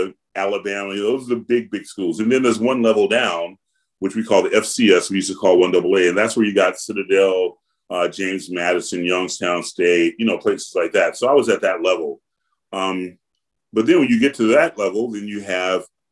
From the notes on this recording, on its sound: Recorded using Zoom between North London and Atlanta, Georgia.